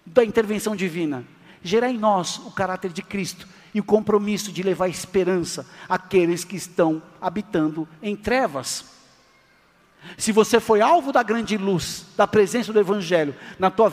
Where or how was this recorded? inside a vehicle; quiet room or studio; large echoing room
large echoing room